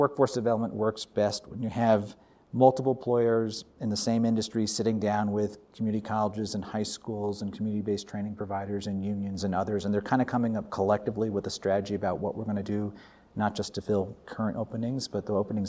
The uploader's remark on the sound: We sat down in the “Bucky Dome” on the Aspen Institute campus at the Aspen Ideas Festival. We sat down in the “Bucky Dome” on the Aspen Institute campus at the Aspen Ideas Festival.